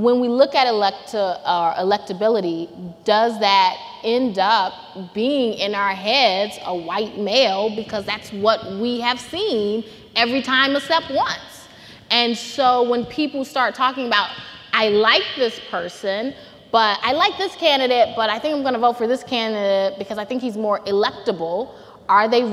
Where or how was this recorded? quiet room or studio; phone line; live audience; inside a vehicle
live audience